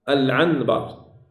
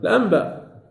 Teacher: المقصود عندنا أن هذا الإقلاب هذا هو الأصل في النطق، أن النون عند الباء تقلب ميما